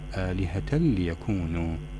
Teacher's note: وإدغام التنوين في آلهة باللام لا يحتاج إلى زمن لعدم وجود الغنة